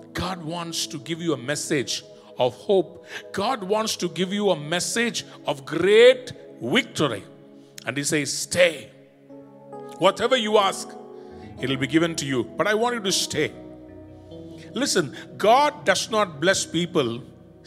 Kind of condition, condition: setting, large echoing room